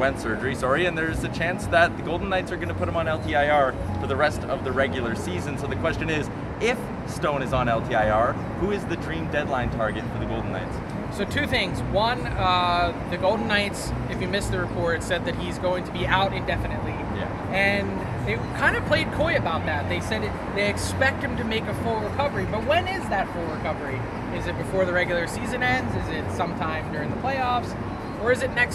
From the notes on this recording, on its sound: LIVE FROM NHL ALL-STAR WEEKEND. Live in Florida for NHL All-Star weekend.